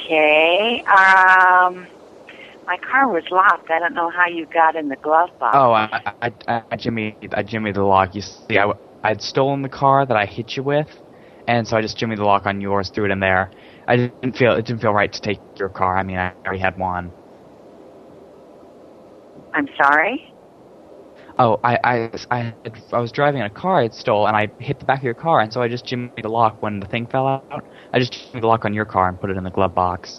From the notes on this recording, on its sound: Personal Prank Phone Calls Collection